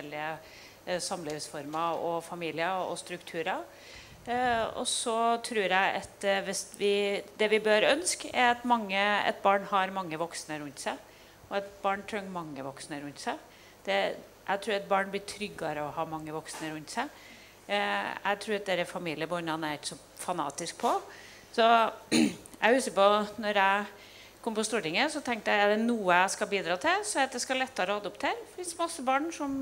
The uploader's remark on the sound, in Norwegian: Panelsamtale på Arendalsuka. Dene panelsamtalen arrangerte jeg som en del av Prosjekt Åpenhet.